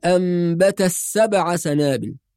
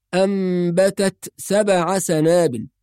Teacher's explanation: بعض الناس يدغم التاء في السين فيقول أنبت السبع سنابل، والصواب أن التاء مظهرة لا تدغم، خاصة أننا نقرأ برواية حفص، وهناك بعض القراءات التي تقرأ بالإدغام. أما في رواية حفص فتقرأ الكلمة بإظهار التاء مع الهمس · Shown in: second take